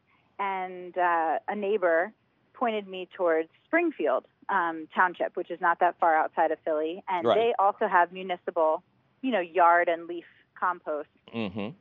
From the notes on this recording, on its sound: your fabulous phone calls!